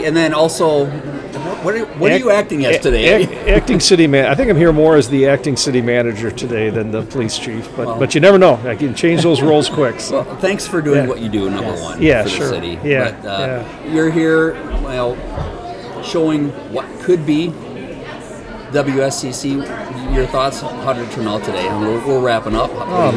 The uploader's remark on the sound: The Jamble 'live' at Woodman's Center Community Day. Setup shop at the old Sears building at 2500 Milton Avenue to talk to visitors at the Woodman's Center Community Day. Several folks just walking by to get their take on the proposed project.